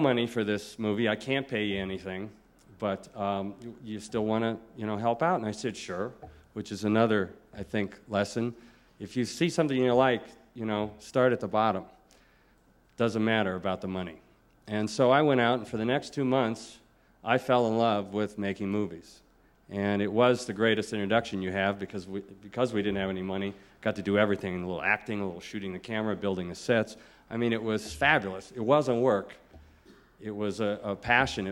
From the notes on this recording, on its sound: In this podcast, recorded at the Academy of Achievement's 1996 Summit in Sun Valley, Idaho.